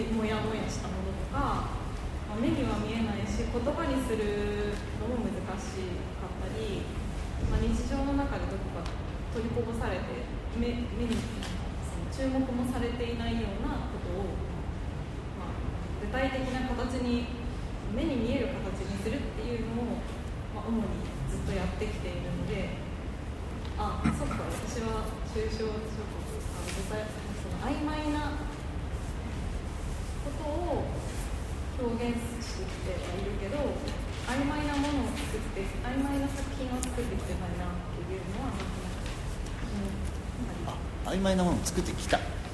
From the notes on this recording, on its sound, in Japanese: のトークイベントの録音です。会場：武蔵野美術大学鷹の台キャンパス 2号館309、310教室。